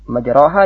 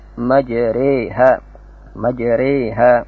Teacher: Yang ke-10, al-imalah al-kubra wa hiya ikhraj al-harf bayna al-kasr wal-ya wa yakun akrab ila al-ya. Seorang membaca satu huruf antara kasr dan ya wa yakun akrab ila al-ya. · Shown in: second take · Seperti majraha dibaca majreha, majreha. · Term: imalah kubra